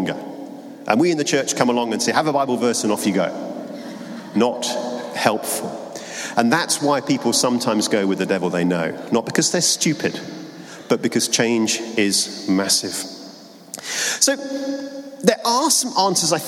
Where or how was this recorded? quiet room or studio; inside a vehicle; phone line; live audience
live audience